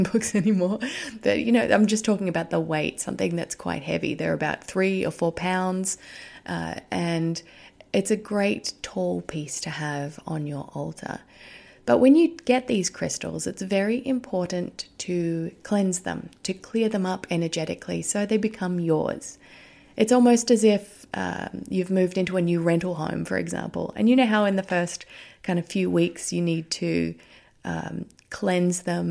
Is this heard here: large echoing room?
no